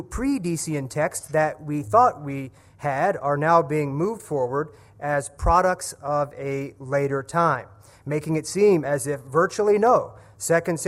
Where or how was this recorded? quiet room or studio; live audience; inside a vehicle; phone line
live audience